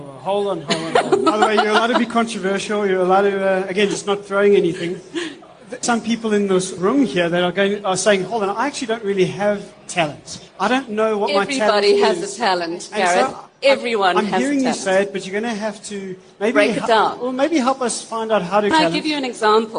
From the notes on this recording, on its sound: In front of a live event audience during the recent LeaderEx 2016 conference at Sandton Convention Centre.